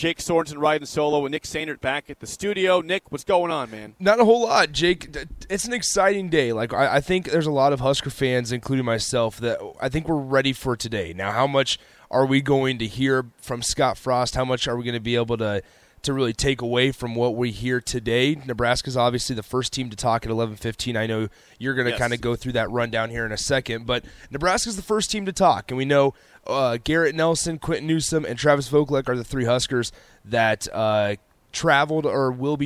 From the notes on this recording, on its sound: Live from Indianapolis for Big Ten Media Day! 93.7 The Ticket's coverage of 2022 B1G Media Days at Lucas Oil Stadium in Indianapolis.